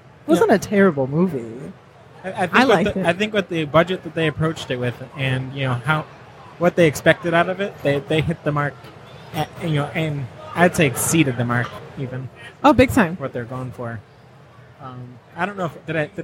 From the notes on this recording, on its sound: Live from Motor City Comic Con